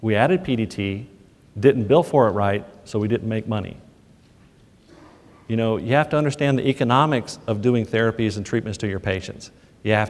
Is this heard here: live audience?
yes